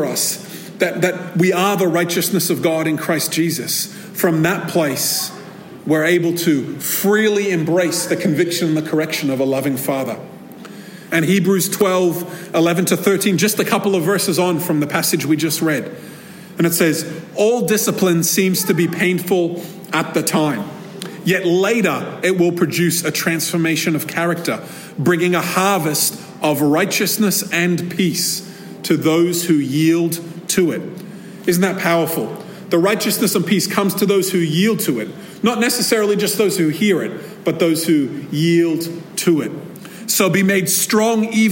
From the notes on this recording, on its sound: This episode was recorded at a Thrive Community gathering.